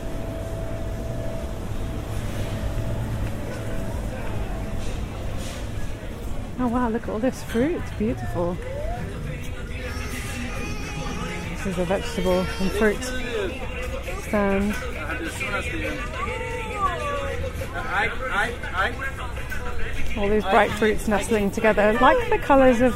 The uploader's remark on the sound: Copenhagen Nørreport. This podcast is recorded in 3D sound! Join her out and about as she captures those small, magical moments of everyday life, in sound.